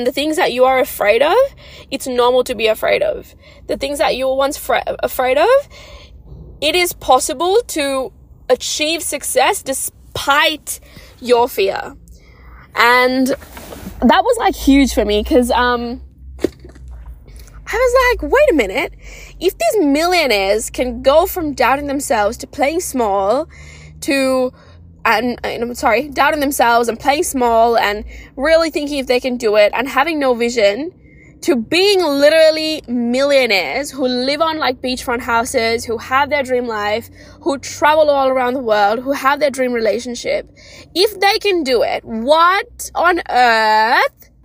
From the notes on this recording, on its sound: recording it in my car